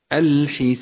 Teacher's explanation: والقلقلة هنا قلقلة كبرى لأنها وقعت في آخر الكلمة